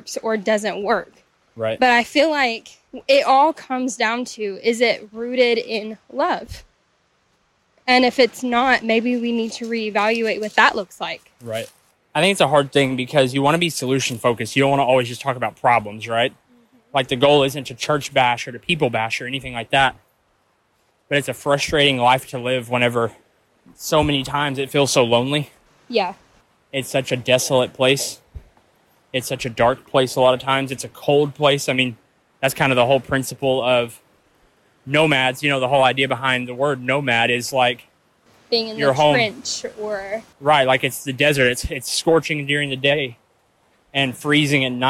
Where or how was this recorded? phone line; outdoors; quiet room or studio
outdoors